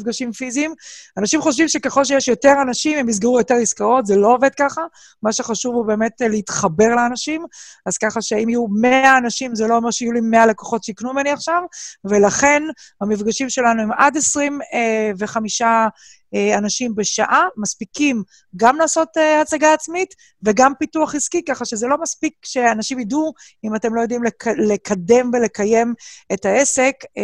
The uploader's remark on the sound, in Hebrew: כולנו בבית וגם תוכנית זו הוקלטה בזום בבית.